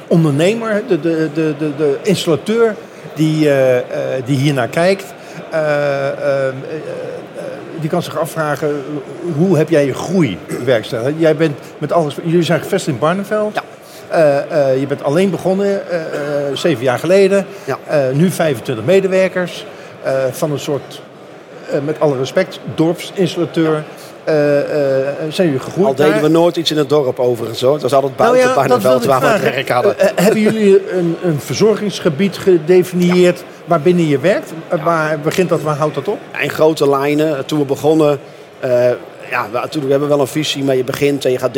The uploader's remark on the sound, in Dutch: opgenomen op de VSK